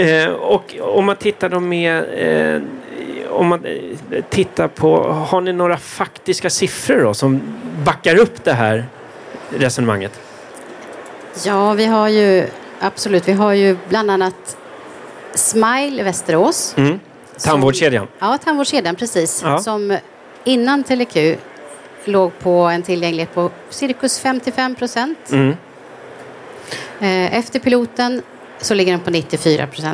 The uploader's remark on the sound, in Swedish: Live-samtal direkt från E-hälsa + MTVe mässan.